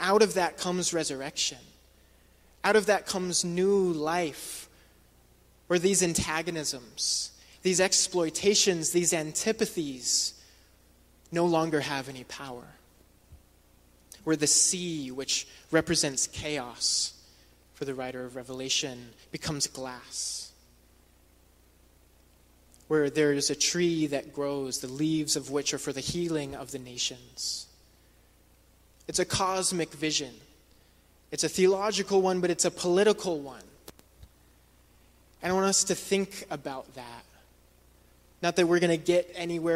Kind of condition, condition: setting, large echoing room